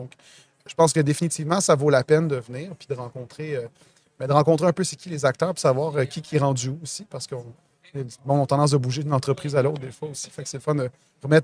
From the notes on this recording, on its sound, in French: En direct de Stratégies PME.